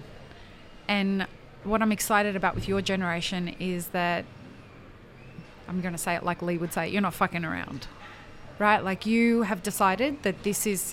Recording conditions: busy venue